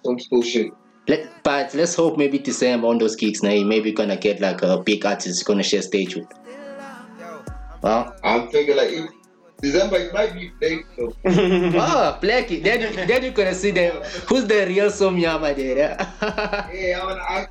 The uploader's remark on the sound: Our First VideoCall. (KZN-Limpopo).